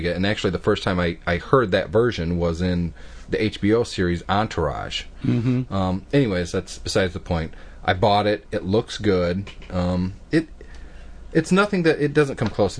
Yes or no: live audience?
no